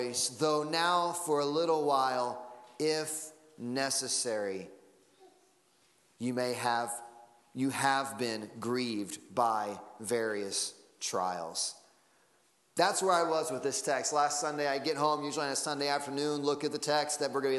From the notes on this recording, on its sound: Sunday Morning Service Audio